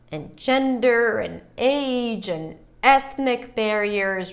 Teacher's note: when she's listing something, then every word reaches a different pitch.